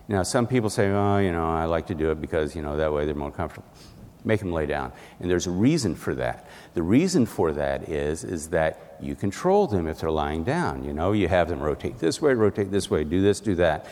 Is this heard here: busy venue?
yes